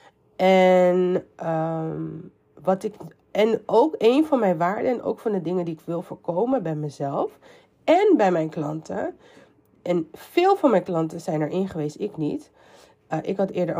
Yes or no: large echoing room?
no